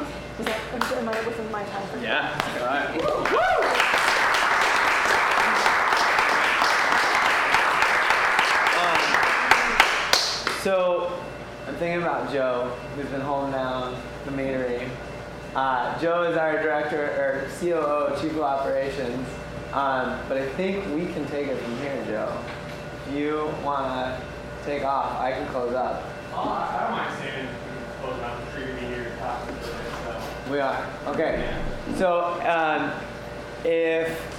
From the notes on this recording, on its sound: LIVE At Golden Coast Mead. This is the first time running through the 5 Steps to an Abundant Future in front of an audience & with local representatives of the 5 Steps speaking as well.